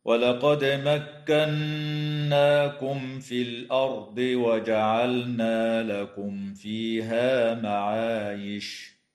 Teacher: تقلقل الدال في كلمة ولقد، وتغن النون المشددة في كلمة مكناكم، وتظهر الميم الساكنة عند الفاء في قوله تعالى: مكناكم في، وكذا في قوله تعالى: لكم فيها، وتظهر لام الفعل في كلمة وجعلنا، ويجوز الوقف على كلمة معايش من قبيل الوقف الكافي.